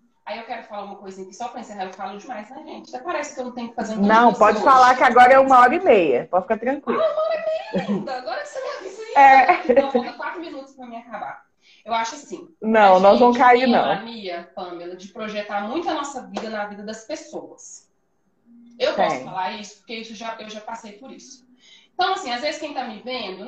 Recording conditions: phone or laptop microphone